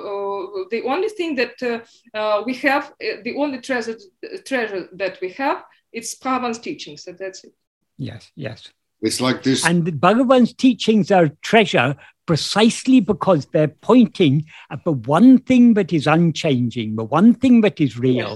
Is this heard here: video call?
yes